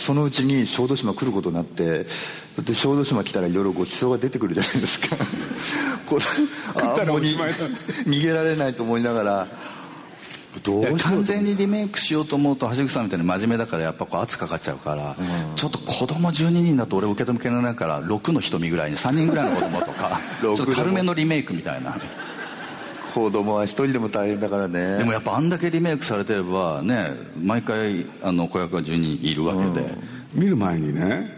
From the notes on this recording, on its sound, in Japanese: 8月24日に小豆島で「喋楽苦（しゃべらく）」と題して行われたトークイベントの模様をお送りします。